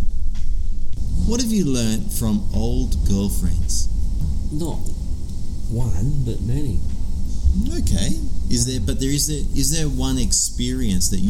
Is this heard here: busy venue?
yes